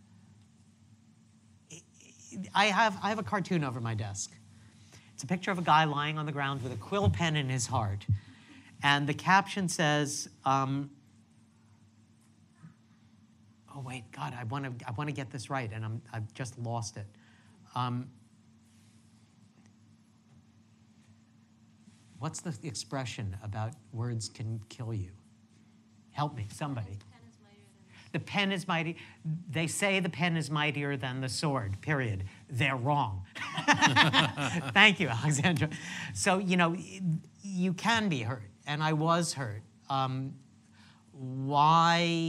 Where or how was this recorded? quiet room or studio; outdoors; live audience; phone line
live audience